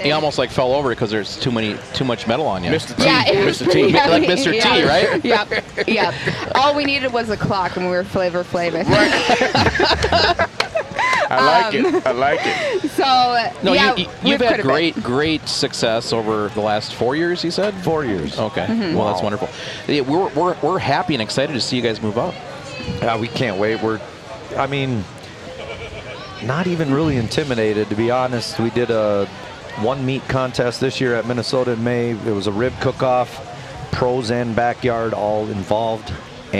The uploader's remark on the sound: Recording fun and informative interviews at the MN State Fair! We were invited to the MN State Fair by our friends at Beisswenger's Hardware & Power Equipment.